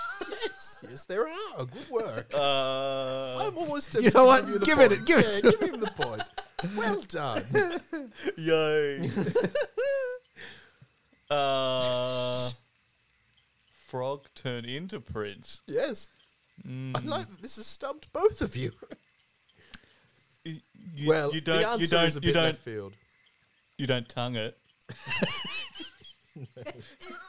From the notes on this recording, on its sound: This episode is recorded on location in the swamp